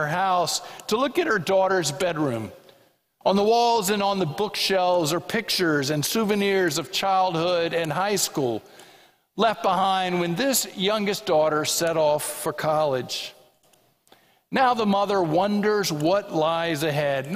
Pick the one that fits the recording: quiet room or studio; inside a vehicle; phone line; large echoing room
large echoing room